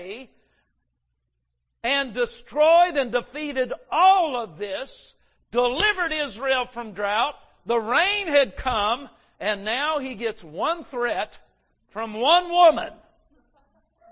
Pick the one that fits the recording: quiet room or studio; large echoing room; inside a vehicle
large echoing room